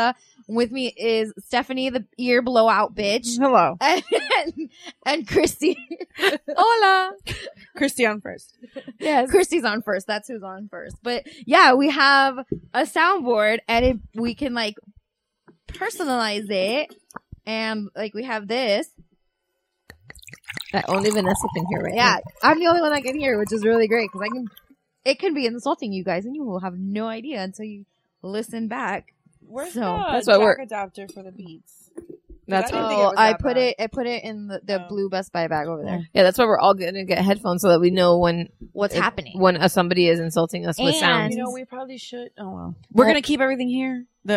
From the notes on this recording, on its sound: We have new recording equipment and we are learning how to use it! So, please bear with us as we hear voices and dont know what it plugged in where!